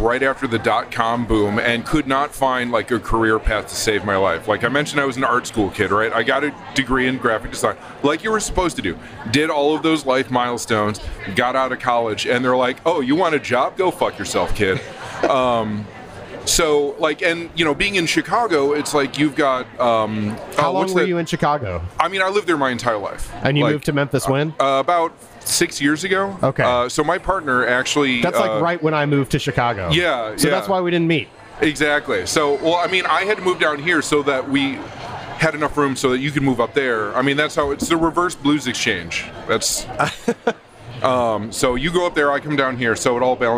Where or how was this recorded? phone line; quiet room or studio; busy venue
busy venue